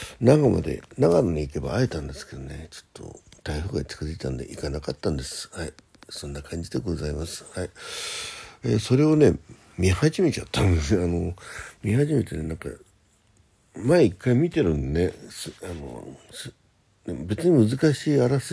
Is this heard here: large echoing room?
no